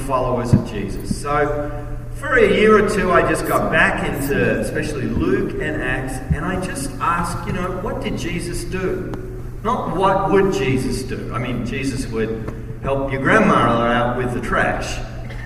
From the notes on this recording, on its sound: message at the Kingdom Impact Conference